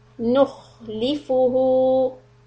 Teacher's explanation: when you have the sukoon on the letter Kha, always make sure that the air continues.